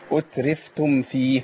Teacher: واحذر لدى واو وفاء أن تختفي، ما تخفيش الميم عند الفاء